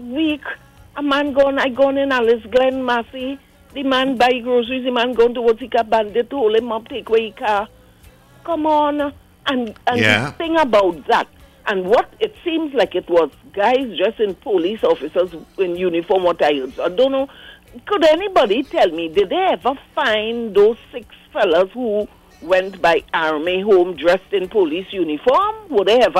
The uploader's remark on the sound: we take more calls from the audience